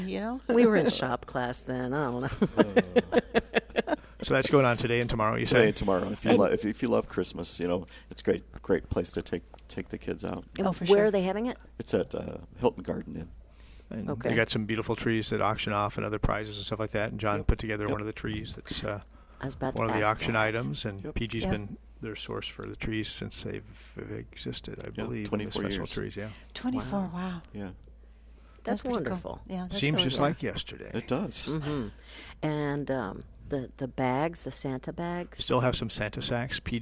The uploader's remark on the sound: Plant Experts Live at Prairie Gardens.